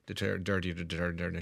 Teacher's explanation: Some people pronounce the TH as a D.